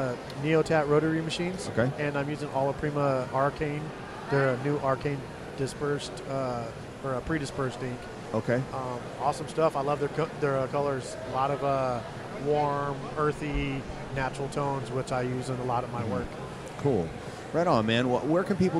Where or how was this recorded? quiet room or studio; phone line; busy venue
busy venue